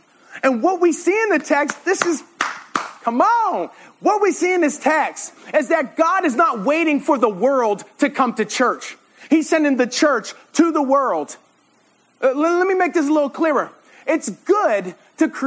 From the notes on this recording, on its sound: This sermon was preached at RUF summer conference in 2017.